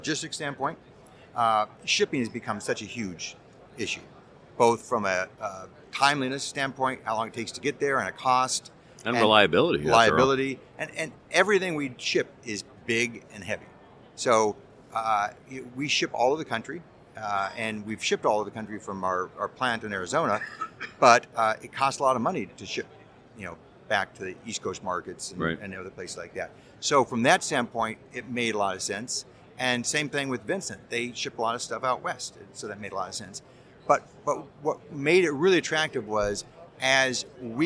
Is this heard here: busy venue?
yes